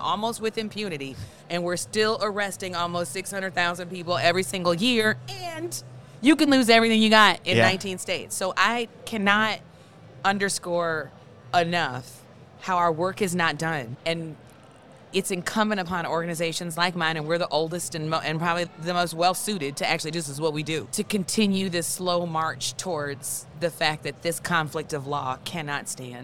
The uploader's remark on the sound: Live from MjBizCon 2022!